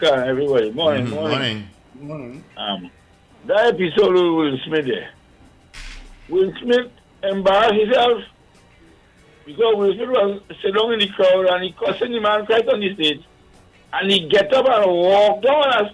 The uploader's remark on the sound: we take more calls from the audience